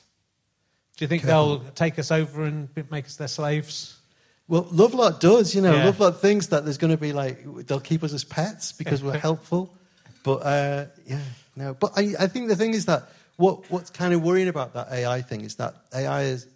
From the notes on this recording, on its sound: at the Liverpool Playhouse